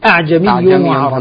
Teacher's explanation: أسقط الهمزة الأولى التي هي همزة الاستفهام، بقيت عنده همزة واحدة محققة